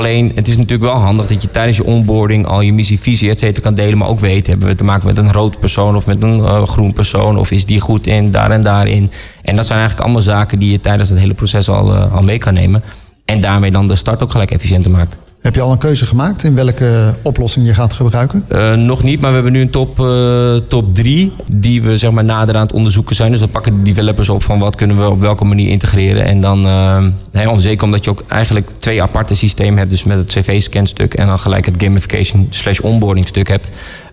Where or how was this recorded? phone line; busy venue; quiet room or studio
busy venue